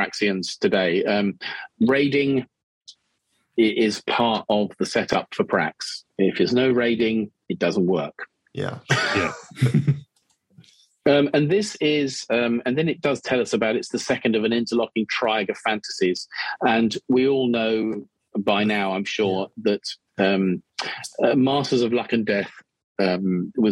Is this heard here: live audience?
no